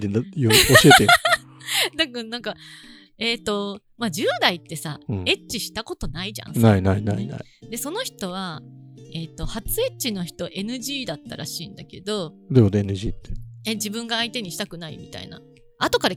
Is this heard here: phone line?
no